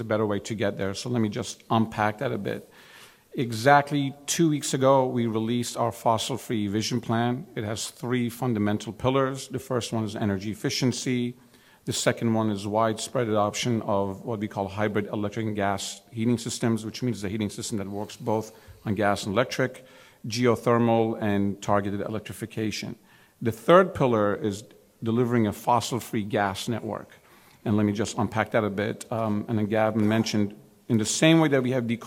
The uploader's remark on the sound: The first panel discussion from Empire Center's energy event.